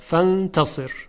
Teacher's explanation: در کلمه فانتصر حرف را ساکن هست، اینجا سکونش هم سکون اصلی است، صاد مکسور است، بنابراین راء ساکن ما قبل مکسور ترقیق می شود فانتصر. خب در اینجا دیگه ما نباید بگیم که حرف صاد جزو حروف اطباق و اصطلاح است موجب تفخیم می شه.